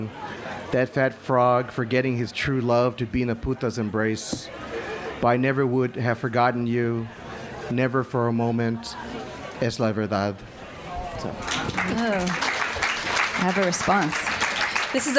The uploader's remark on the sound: remarks made at the 2018 Tucson Festival of Books at the Nuestras Raices